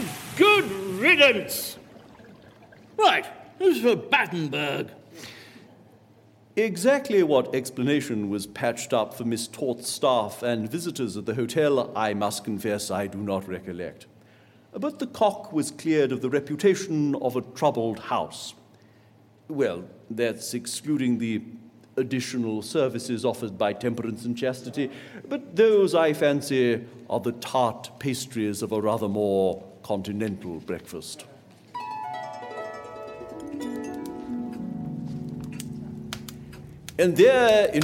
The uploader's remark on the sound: Recorded live before an audience at Colchester Arts Centre, 17 December 2021.